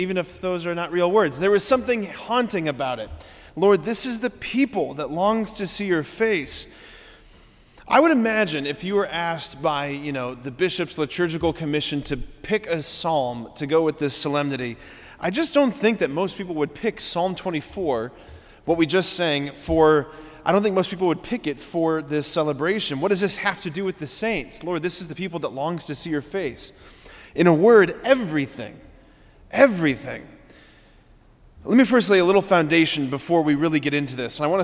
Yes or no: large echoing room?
yes